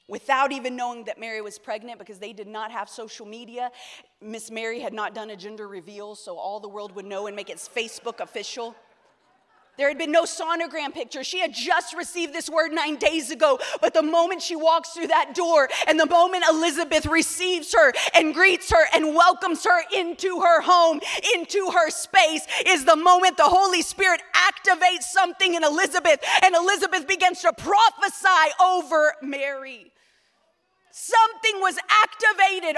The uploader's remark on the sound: EQUIP Conference 2023 – Main Session 4